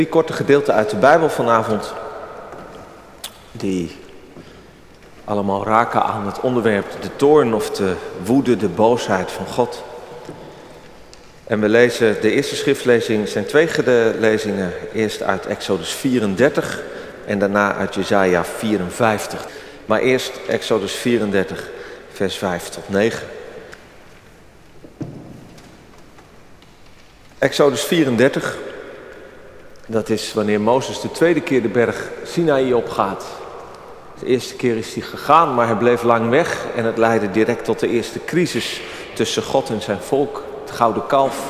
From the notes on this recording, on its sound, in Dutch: Opgenomen op 30 april 2023 in de Noorderkerk te Amsterdam.